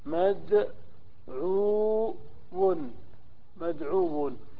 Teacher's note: مفعول مدعو، مدعو. الذي حدث أن الواو أدغمت في الواو فقيل مدعو، يعني حدث إدغام ما حدث إعلال